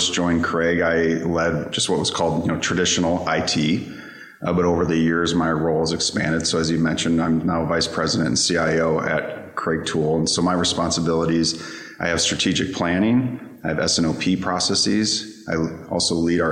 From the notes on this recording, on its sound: We’re recording from Analytics Unite, the three-day live summit that gathered today’s leading minds in retail and consumer goods analytics.